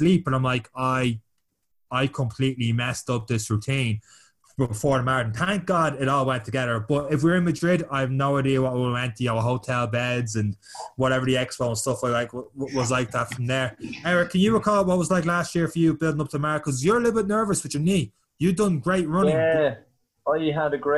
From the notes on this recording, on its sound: the lads are connected through Zoom